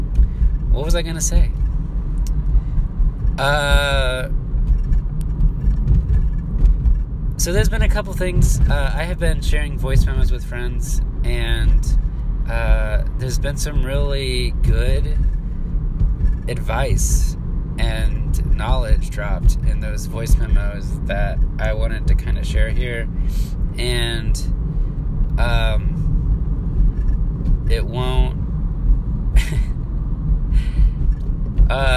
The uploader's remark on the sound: I've recorded some night vibes along with my car sounds.